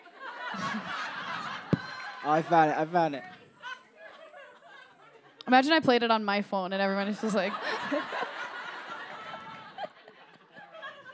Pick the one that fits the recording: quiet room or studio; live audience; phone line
live audience